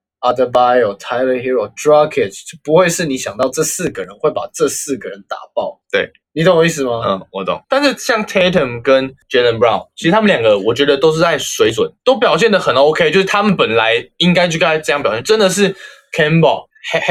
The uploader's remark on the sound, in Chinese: 這集應技術上有點問題，在音質上面會有一點的小瑕疵，敬請見諒